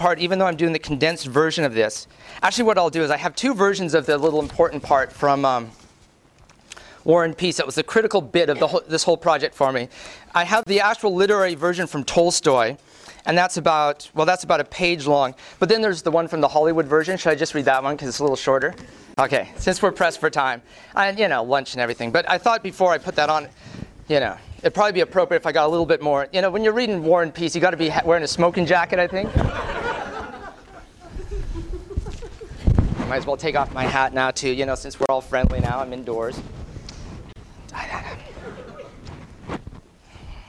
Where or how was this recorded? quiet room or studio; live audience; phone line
live audience